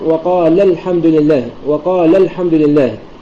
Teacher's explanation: وقال الحمد لله هنا في ألف حذفت لالتقاء الساكنين · Term: النبر